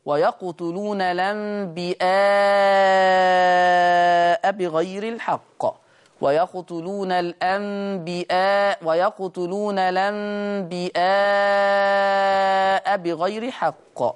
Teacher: أما لفظ الأنبياء فبالهمزة يقرأها ورش فتصير مدا متصلا